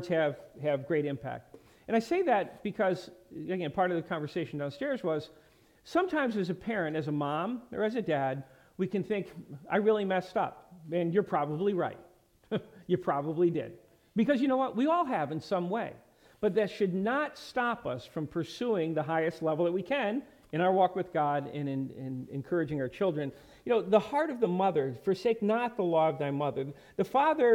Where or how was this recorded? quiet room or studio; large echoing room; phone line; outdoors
large echoing room